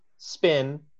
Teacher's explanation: In pin, the P is aspirated with a small puff of air. In spin, the P is unaspirated.